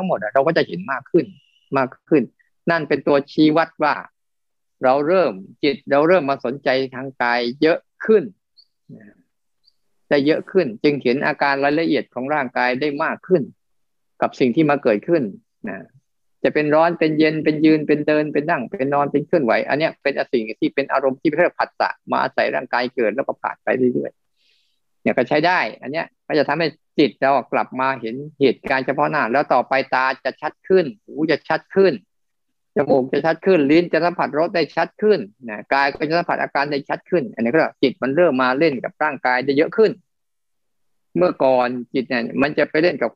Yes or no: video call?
yes